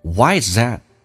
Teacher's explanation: 所以老外很偷懒，把 th 音去掉，叫做击穿，用前面的 z 跟后面的 a 形成个连音